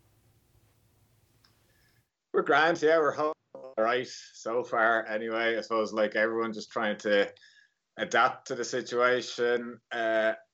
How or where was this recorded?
video call